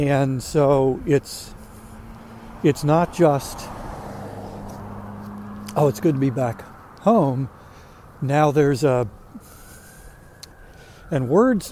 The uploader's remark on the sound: During today's ten-minute walk. Wonders what the vehicle with the loud siren is.